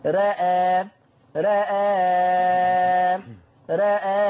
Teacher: إذن الحكم هيكون تقليل الراء والهمزة مع تثليث البدل سواء وقفت أو وصلت